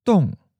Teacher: Second tone, high falling